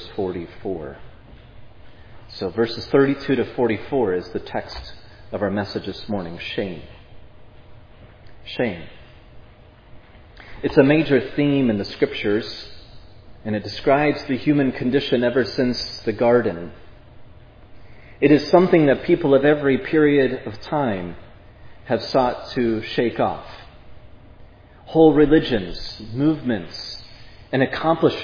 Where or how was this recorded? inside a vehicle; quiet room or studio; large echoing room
large echoing room